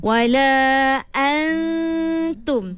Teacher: Makhraj dia tak ada pada nun, tapi sifatnya ada pada nun. Itu ikhfa.